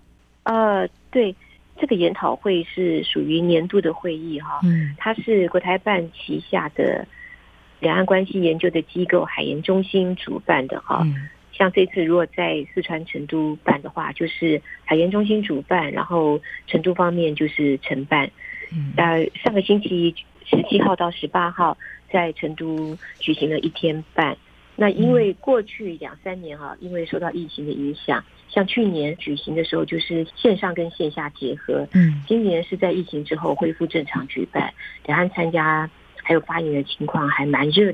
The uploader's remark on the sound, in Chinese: 連線訪問中央社駐北京記者